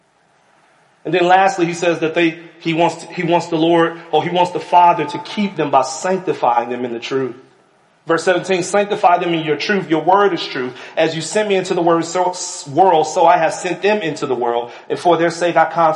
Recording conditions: large echoing room